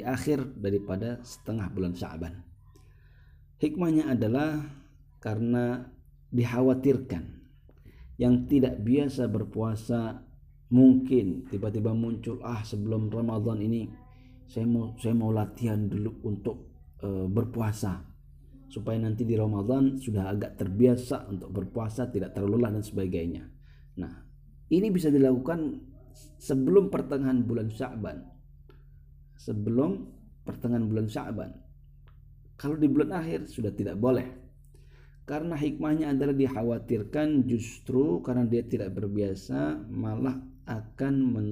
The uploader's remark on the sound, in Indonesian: Melalui rekaman phone seluler dari rumah (Kajian From Home).